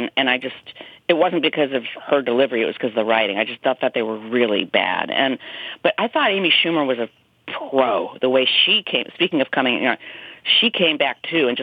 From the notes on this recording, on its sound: Calls in to give her thoughts on the … slap.